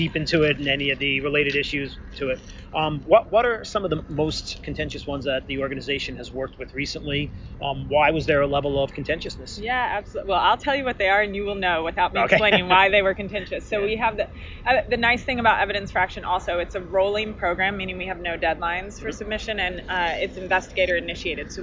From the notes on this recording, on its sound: mini episode recorded at South by Southwest